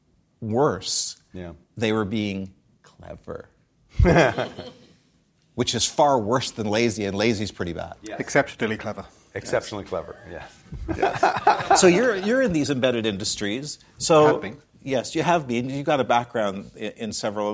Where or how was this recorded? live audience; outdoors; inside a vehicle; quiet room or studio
live audience